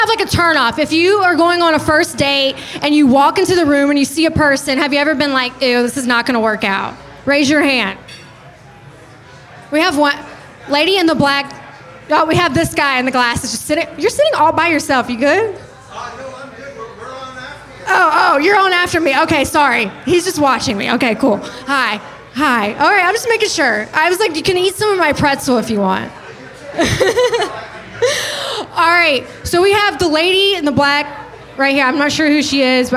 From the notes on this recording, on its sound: Goes live from Biergarten in Boca Raton, Florida. Went live solo at the bar here in Florida.